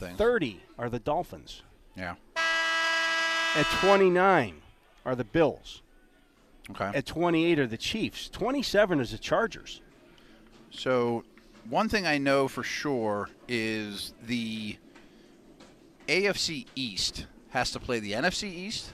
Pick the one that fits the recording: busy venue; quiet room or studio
busy venue